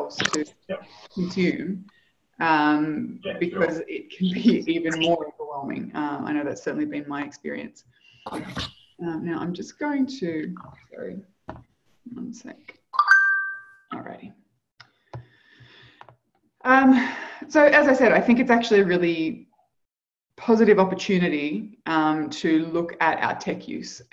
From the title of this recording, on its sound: Live Community Call